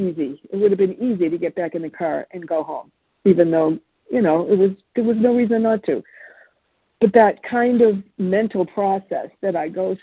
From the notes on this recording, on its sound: from the 100 Pounders Phone Meeting, 10/23/23